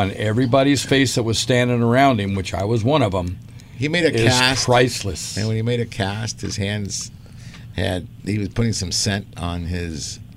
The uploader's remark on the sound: "LIVE" from Angel Stadium in Anaheim, CA ...